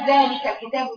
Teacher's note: لازم تكون ألف سليمة صحيح رقيقة ليست مفخمة